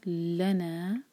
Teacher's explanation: قالوا ادعوا لنا، آگے ہے لنا. لنا جو ہے دو سلیبل والا ورڈ ہے، تو لا پر ہم زور دیں گے